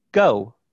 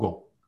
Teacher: in English, go kind of ends with an off glide, a labial. · Shown in: first take